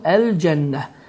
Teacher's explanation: Burada da, deməli, şəddəli nun rast gəlir və bu zaman nun hərfi iki hərəkə miqdarında uzadılır.